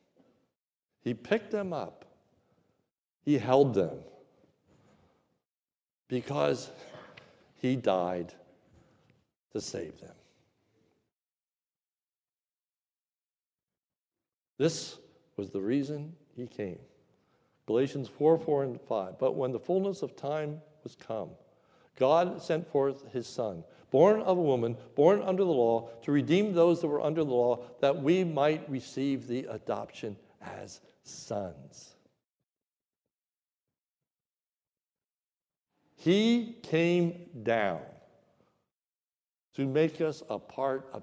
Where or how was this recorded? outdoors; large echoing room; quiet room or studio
large echoing room